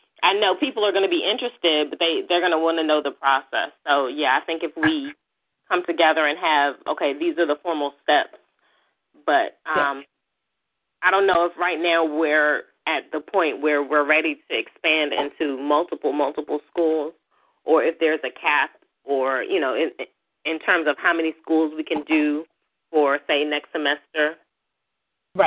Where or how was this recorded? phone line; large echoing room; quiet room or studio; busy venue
phone line